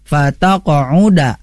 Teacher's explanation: ada qaf bersukun. Nah, ini pun juga harus mantul, yang disebut qalqalah sugra.